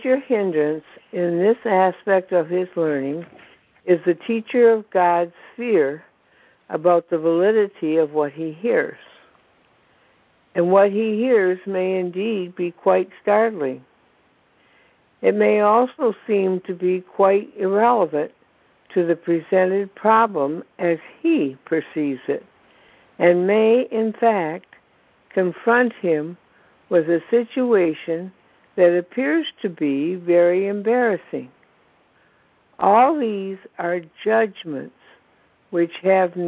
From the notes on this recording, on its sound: ACIM Daily Conference Call.